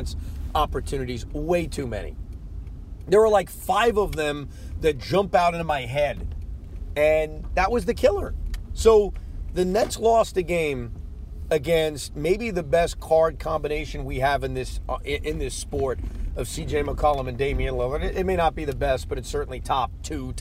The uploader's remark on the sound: While driving home from Barclays Center.